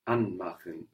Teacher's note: An is stressed, which shows us that's a word in its own right.